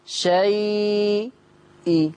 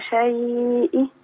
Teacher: لما تيجي تعملي الروم ما تعمليش سكتة بين الياء والهمزة · Shown in: second take · يعني ما تقوليش ايه شيء إيه.